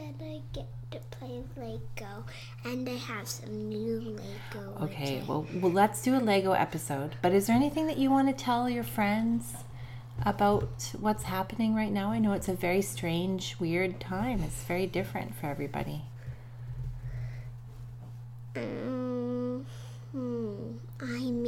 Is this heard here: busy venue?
no